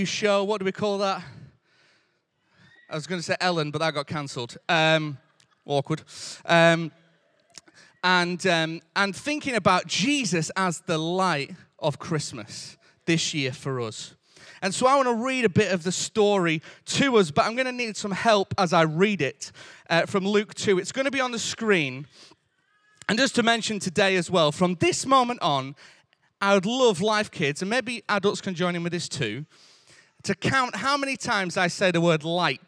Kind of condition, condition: setting, large echoing room